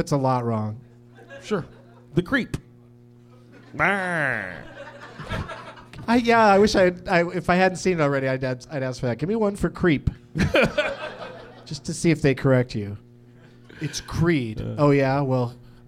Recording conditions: live audience